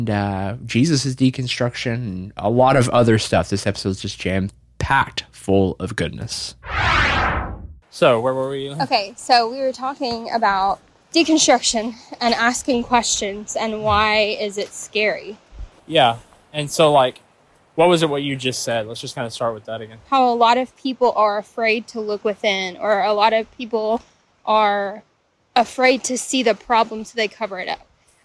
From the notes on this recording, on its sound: A conversation recorded while we were hiking. We pressed pause on life for a day to get away and pressed record as we walked through the woods and strung up a conversation that was too good not to capture.